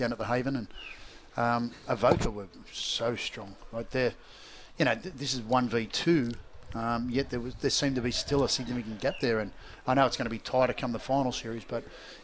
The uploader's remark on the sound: He chats about some of the action going on live from Woy Woy oval.